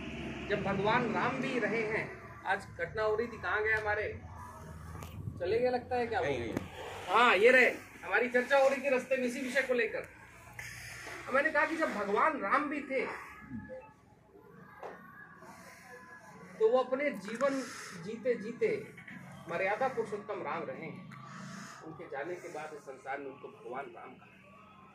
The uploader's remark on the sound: while walking the 3000 kilometres of the Narmada Parikrama, from the biggest towns to the smallest villages